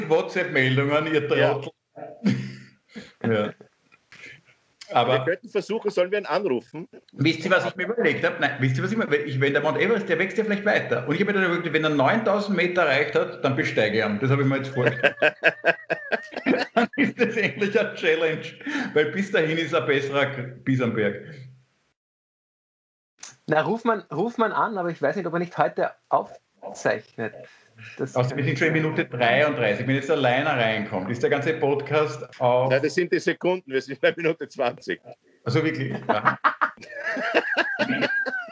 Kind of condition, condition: link, video call